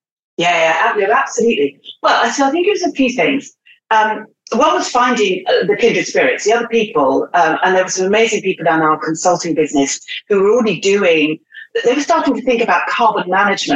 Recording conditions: video call